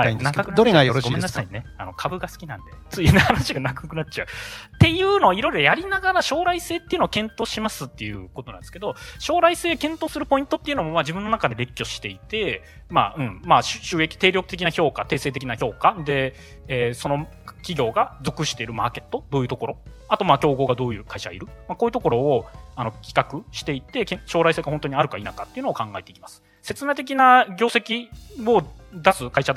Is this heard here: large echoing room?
no